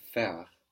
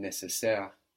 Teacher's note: the AI in faire, in nécessaire, is considered one syllable, and that AI gives us an E sound